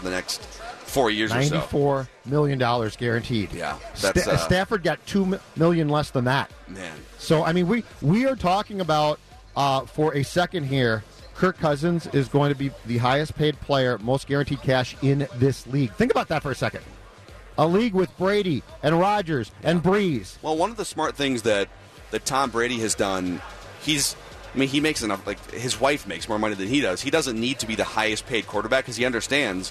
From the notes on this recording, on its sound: live from Radio Row all week